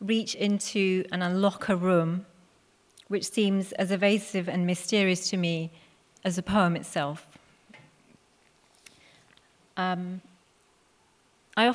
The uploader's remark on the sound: Recorded at The Tabernacle in London in March 2018.